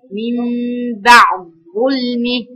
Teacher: بشيل الدال واحط مكانها ظاء ساكنه، عشان خلي بالكم في الادغام الكبير بالنسبه للمتمثلين العمل فيه اقل، انك بتسكني وتضغمي.